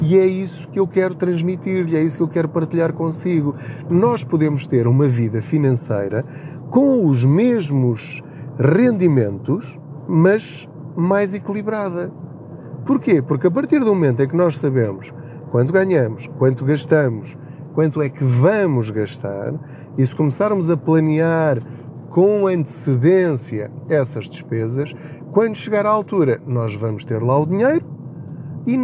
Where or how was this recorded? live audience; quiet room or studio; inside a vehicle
inside a vehicle